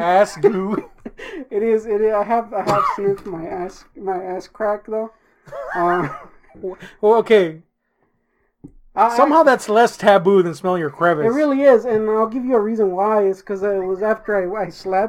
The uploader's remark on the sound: We had some issues with our mic, I did my best to fix it.